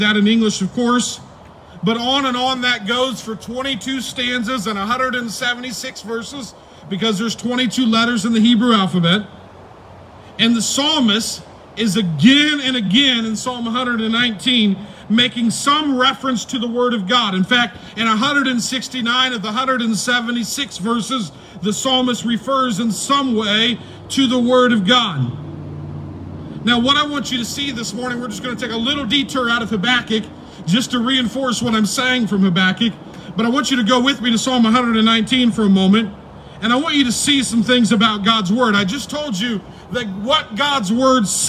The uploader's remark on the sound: preached on May 3, 2020 at the Tarrant Bible Methodist Church drive-in service